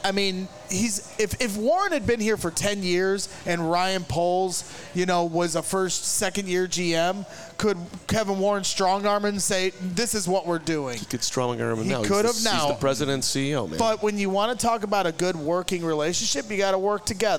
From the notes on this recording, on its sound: the CHGO Bears Podcast LIVE as they broadcast from Midtown Athletic Club in Bannockburn!